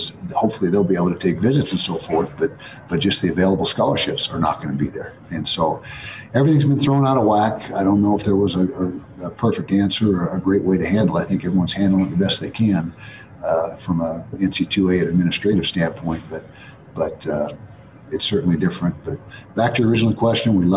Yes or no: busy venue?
yes